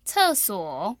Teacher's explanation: That's a fourth tone and a third tone